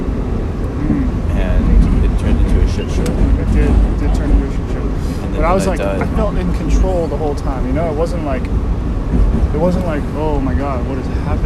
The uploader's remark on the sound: The podcast is recorded raw and unedited, there may or may not be LOUD noises that pop out all the sudden in your eardrums.